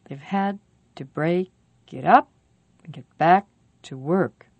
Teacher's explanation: The least stressed words are they've, to, it, and to.